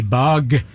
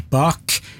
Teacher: I stedet for bløde og harde, så pleier jo vi språkfolk snakke om stemte og ustemte konsonanter. G-en i bag er stemt, og K-en i bak er ustemt.